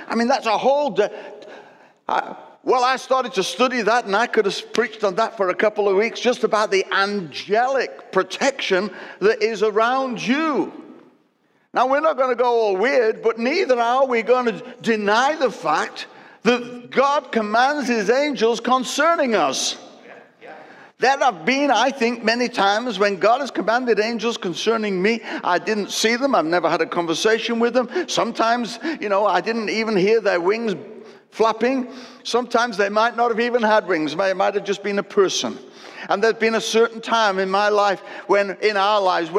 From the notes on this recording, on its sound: Recorded at Destiny Church, UK, WF1 4AF